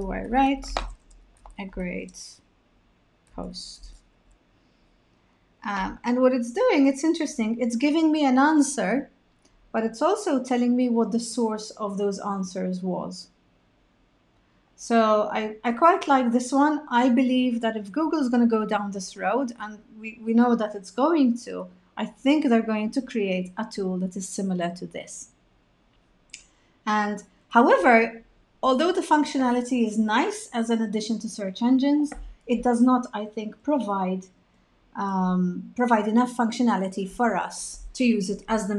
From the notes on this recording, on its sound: This podcast episode is an adapted version of the Live Webinar I ran a few weeks ago.